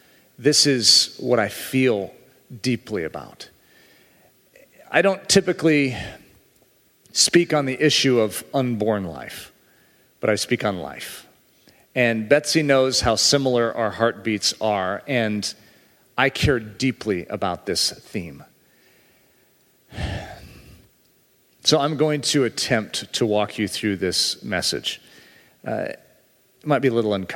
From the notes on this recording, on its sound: speaking at a Pro-Life Gala in Santa Barbara, California